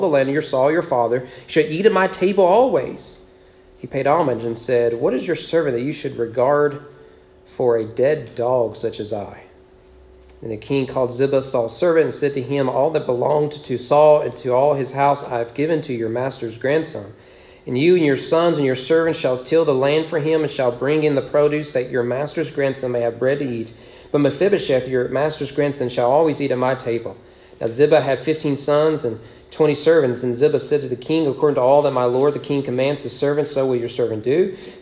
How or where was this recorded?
large echoing room